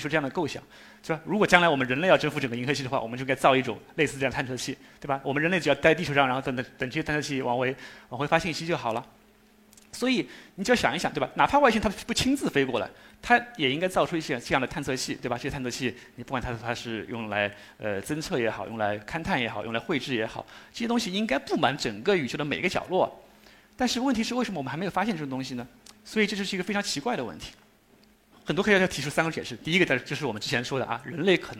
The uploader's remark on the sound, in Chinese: 一席现场